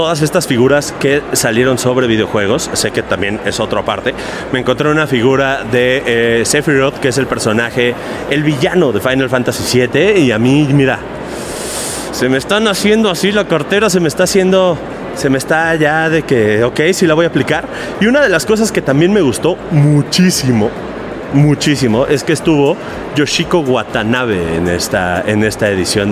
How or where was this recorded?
busy venue